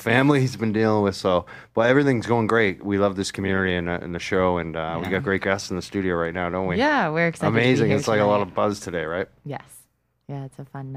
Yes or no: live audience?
no